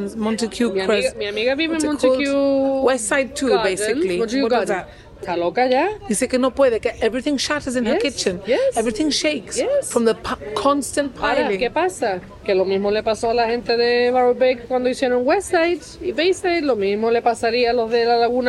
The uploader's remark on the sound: With thanks to the Bastion Restaurant for letting us record